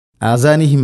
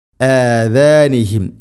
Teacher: ദാൽ ഉച്ചരിക്കുന്ന സമയത്ത് നാവിൻ്റെ അറ്റം മുൻപല്ലുകളുടെ ഇരുനിരകൾക്കിടയിലൂടെ അല്പം പുറത്തോട്ട് നിൽക്കണം, വളരെ നേരിയ തോതിൽ · Shown in: second take